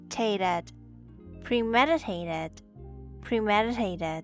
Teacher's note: DI pronounced as d, d. And the T in the last syllable also pronounced as d